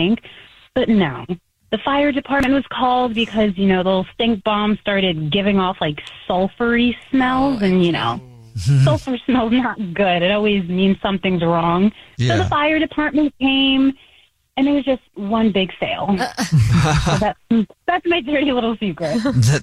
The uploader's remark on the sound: There is a listener on the phone who wants to tell us a Dirty Little Secret.